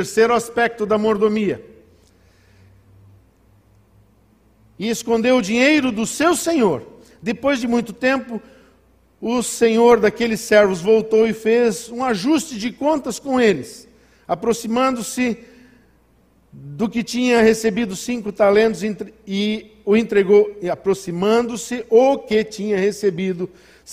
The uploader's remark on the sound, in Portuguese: em nosso Culto de Ceia dia 01/11/2020 na Igreja ABA Blumenau (Transmitido ao vivo)